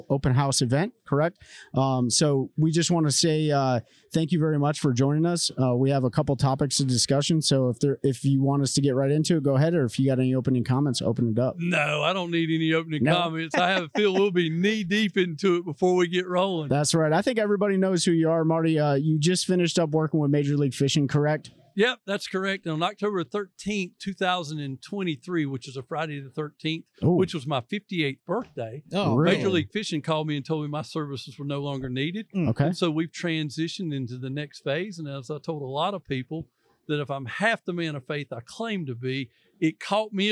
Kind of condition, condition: setting, busy venue